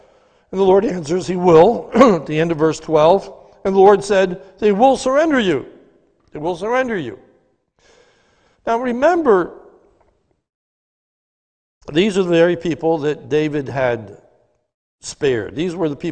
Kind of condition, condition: setting, large echoing room